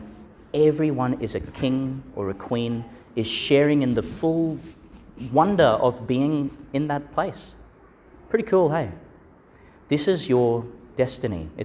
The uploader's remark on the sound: delivered in Our Lady Star of the Sea Church, Gladstone.